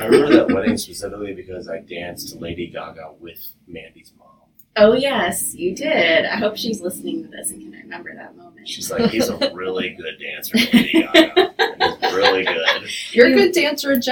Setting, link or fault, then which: fault, poor sound quality